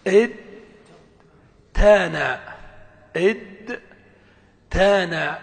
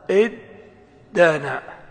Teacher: طيب هات افتعل من دانا يدين، دانا يدين، كان القياس أن يقال ها إد تانا، إد تانا، ثم نقلب التاء إلى دال فتكون دال مفتوحة وقبلها دال ساكنة فيدغمان في بعضهما · Shown in: second take · فيقال إد دانا.